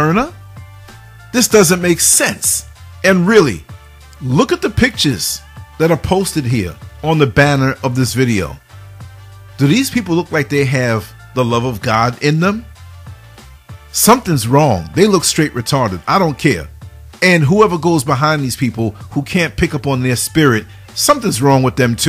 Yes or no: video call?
no